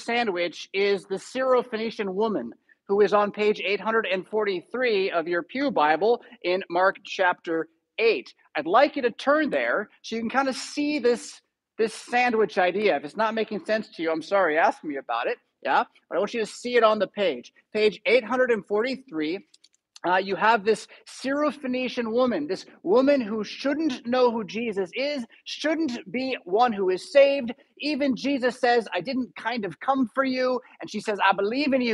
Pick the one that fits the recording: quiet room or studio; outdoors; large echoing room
large echoing room